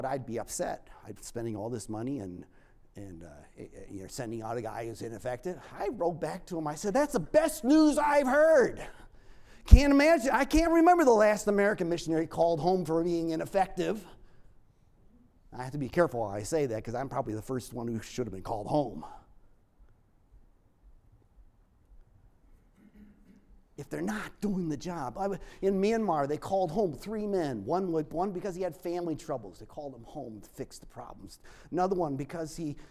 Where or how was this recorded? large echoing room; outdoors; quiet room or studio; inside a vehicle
large echoing room